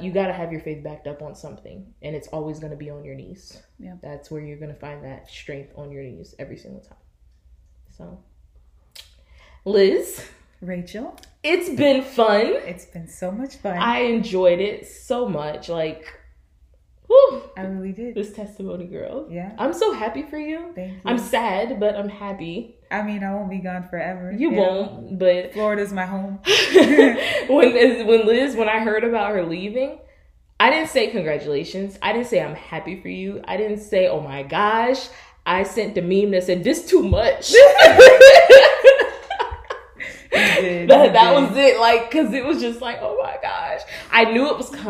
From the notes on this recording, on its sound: Audio quality isn't the best.